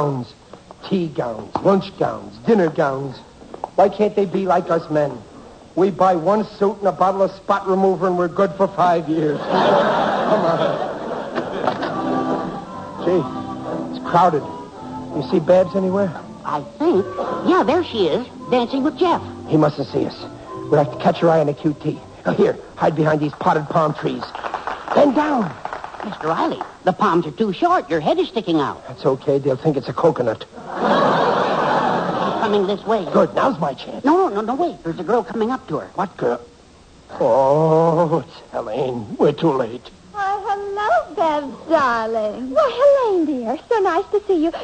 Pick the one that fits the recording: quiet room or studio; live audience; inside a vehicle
live audience